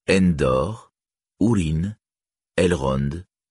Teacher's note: N, précédé d'une voyelle, est toujours prononcée. Et la voyelle n'est pas nasalisée, comme dans Endor, Urin, Elrond et beaucoup d'autres.